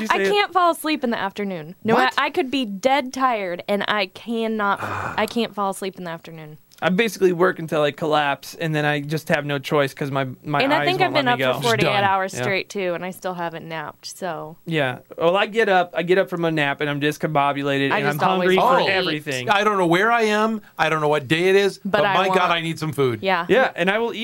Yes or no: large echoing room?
no